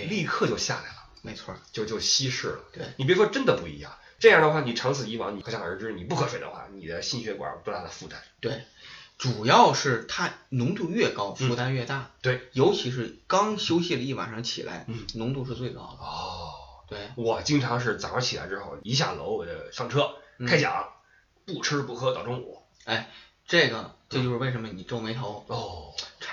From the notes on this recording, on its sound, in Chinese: 本期备用话筒录音，音质多担待。